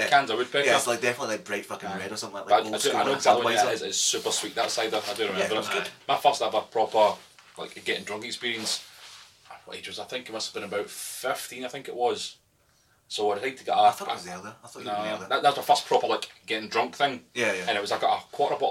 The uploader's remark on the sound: POOR SOUND QUALITY